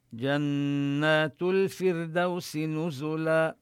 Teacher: نبين الغنة في النون المشددة من لفظ جنات